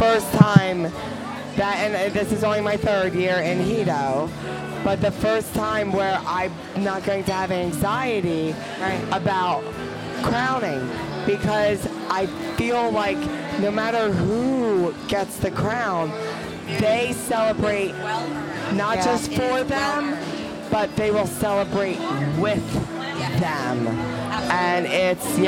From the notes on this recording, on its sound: Crowning LIVE from Hedo